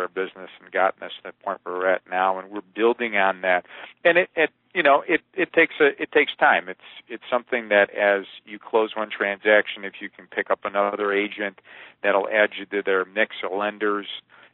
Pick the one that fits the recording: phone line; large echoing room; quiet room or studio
phone line